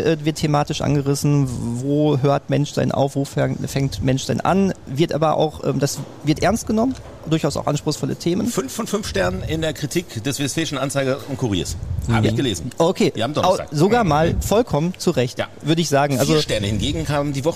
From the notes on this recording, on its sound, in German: Über 200 Harry Potter-Fans bei Film-Marathon dabei. Die neunte Folge des Cinetalks haben unsere Podcaster dieses Mal nicht im Studio aufgenommen, sondern mitten im Foyer des Cineplex Hamm - und zwar während des großen Harry-Potter-Film-Marathons!